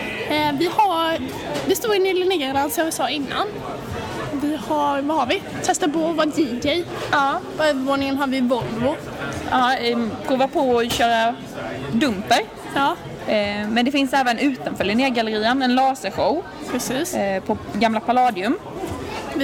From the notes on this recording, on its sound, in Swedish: Andra avsnittet av tekniktjejer spelas in live under Science City lördagen den 22/10.